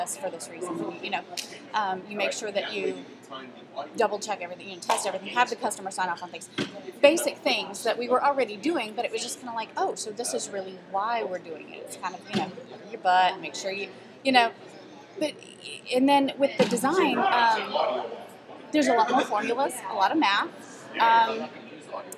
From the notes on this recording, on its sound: we talked live from the InfoComm 2013 show floor